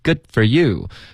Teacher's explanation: Good 结尾呢，你的舌尖要顶上颚，导致一个干脆的停顿